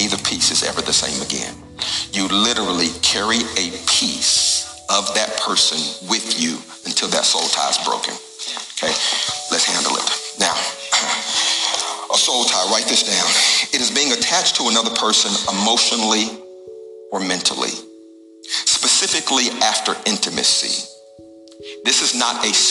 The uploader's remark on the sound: Recorded at the Alive Church.